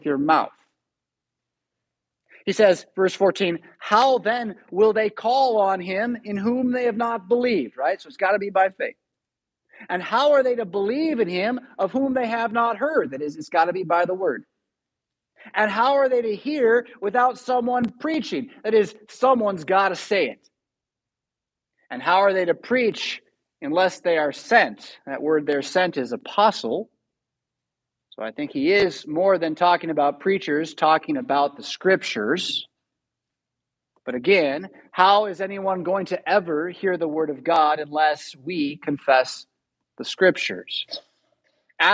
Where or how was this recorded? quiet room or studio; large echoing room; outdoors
large echoing room